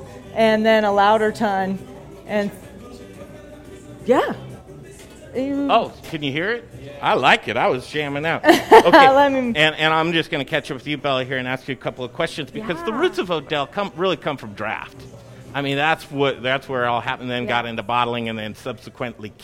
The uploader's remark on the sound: Live from the NEW Odell Brewing Co Brewhouse and taproom in Sloan's Lake!